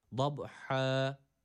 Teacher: Fakat çıkan ses mahreci gereği, buradaki ha'nın mahreci, çıkan ses e-a arası bir ses olması gerekiyor. Fakat a'ya biraz daha yakın.